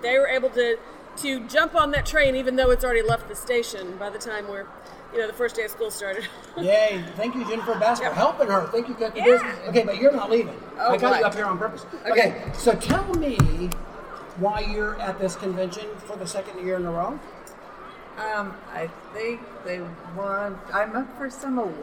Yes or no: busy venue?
yes